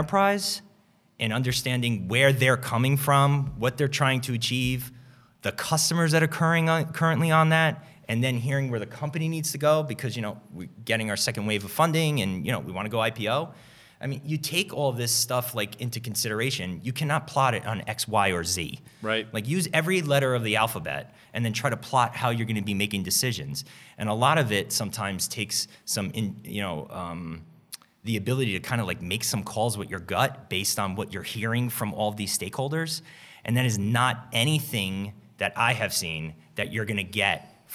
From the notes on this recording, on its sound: At the live event